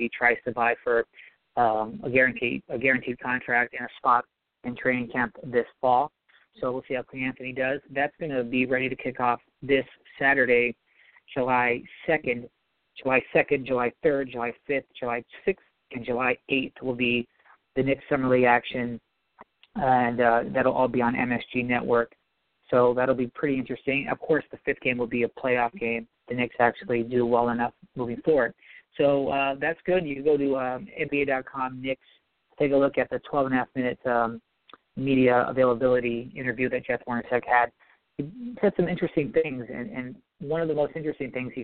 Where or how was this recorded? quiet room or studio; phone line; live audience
phone line